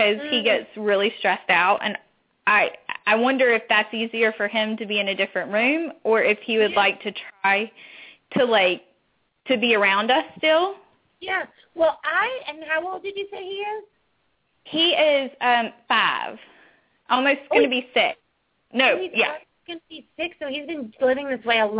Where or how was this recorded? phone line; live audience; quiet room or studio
phone line